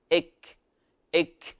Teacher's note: أما الكاف فتقع في أقصى اللسان مع ما يقابله من الحنك اللحمي والعظمي · Term: مخرج الكاف